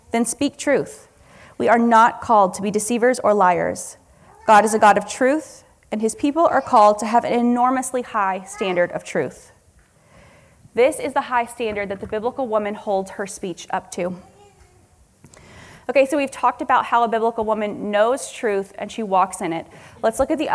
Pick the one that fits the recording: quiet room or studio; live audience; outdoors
live audience